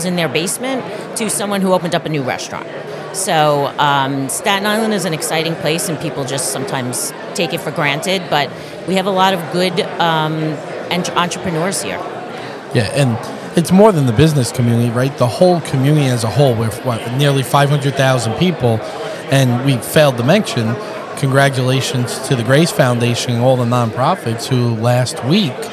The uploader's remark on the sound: live from the SIEDC Business Conference